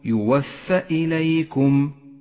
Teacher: إياك أن تشبع الفتحة التي فوق الفاء فتتحول إلى ألف، أي هكذا يوفى إليكم، فهو خطأ، صوابه أن تقول يوفى إليكم.